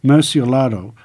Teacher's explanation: emphasis should be placed on the middle syllable and not the last